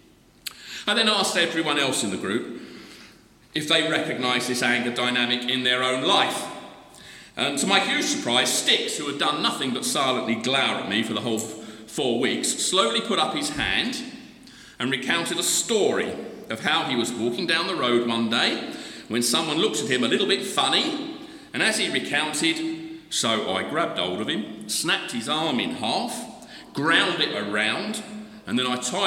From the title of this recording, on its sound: The Recovery Course Conference Keynote Address